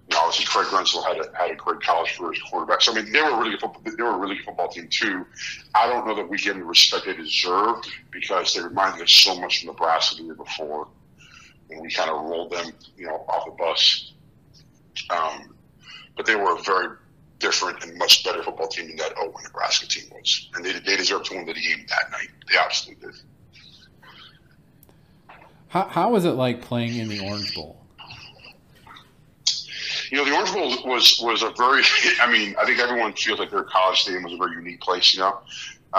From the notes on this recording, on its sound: Sorry the interview was cut short. I had technical difficulties at the end with the last question.